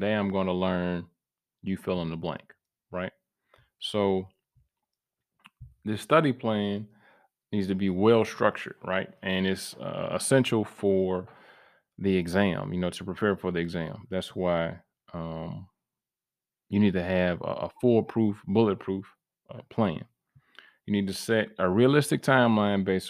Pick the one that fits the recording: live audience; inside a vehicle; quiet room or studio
quiet room or studio